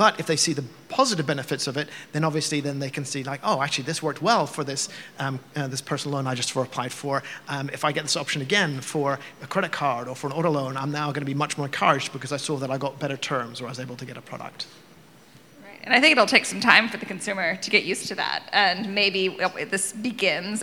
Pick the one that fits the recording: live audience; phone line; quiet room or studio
live audience